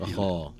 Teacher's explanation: الألف التي بعده أخا تتأثر بما قبلها، فتفخم الألف أخا. أخا، ولا نقول أخا، نقول أخا، تتأثر بما قبلها، دائما الألف تأثر ما قبلها، عكس التنوين، التنوين تأثر ما بعده، فنقول أخاه.